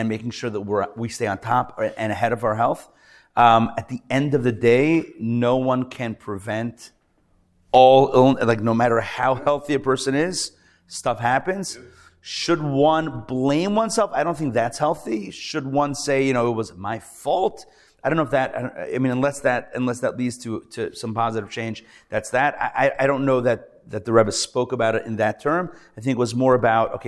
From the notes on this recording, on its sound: Recorded Live at The Torah Center ATL on Wednesday, February 21, 2024.